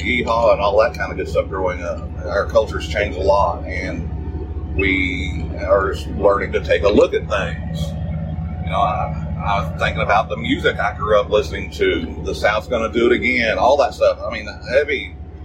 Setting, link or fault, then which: fault, poor sound quality